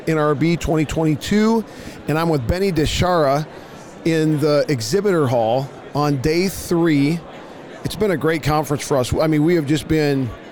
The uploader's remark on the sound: LIVE from NRB 2022!